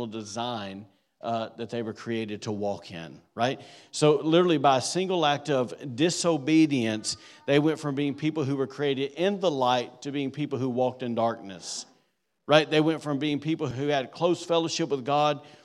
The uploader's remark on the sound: Was recorded on Sunday, December 10th, 2023, during service at The Anchor Church in Rockport, Maine.